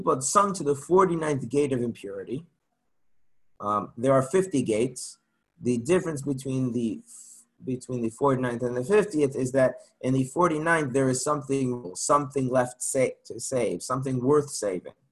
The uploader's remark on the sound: Zoom Class